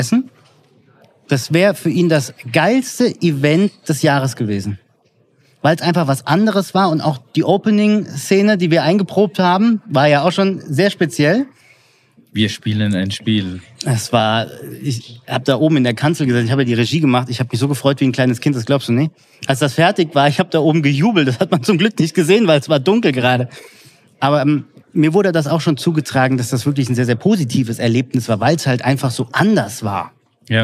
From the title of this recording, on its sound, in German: Live aus dem Podcast PopUp Studio